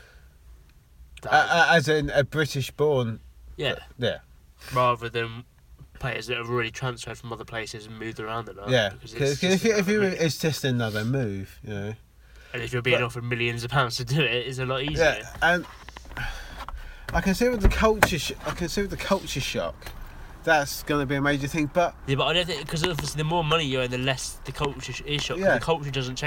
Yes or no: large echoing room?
no